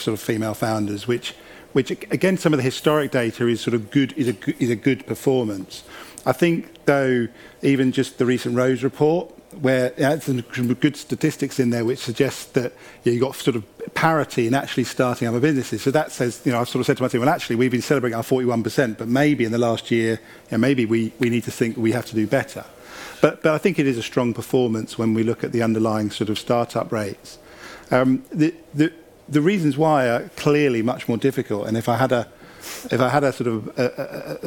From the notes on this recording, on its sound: Spoke on the first day of Elite Business on 10 March for the Financial Management panel discussion.